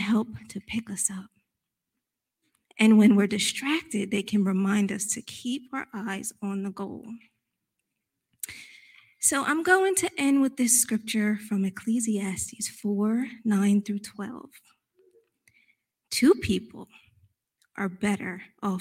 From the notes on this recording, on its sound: recorded live on March 13th, 2022 at Newark United Pentecostal Church.